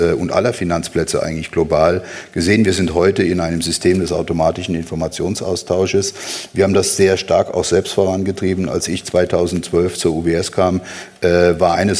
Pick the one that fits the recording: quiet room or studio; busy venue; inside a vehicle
busy venue